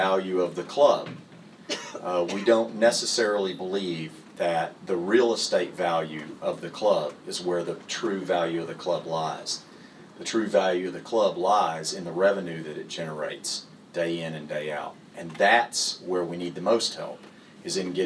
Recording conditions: live audience